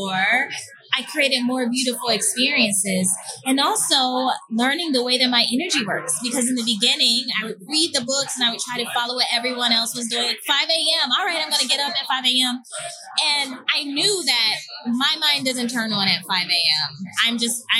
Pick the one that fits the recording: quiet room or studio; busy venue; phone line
busy venue